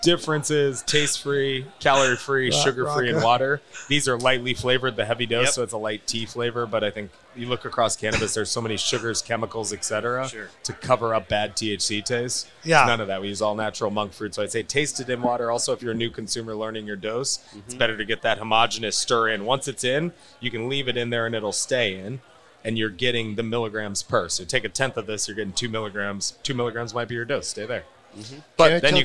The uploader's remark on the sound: Recorded at MJUnpacked NYC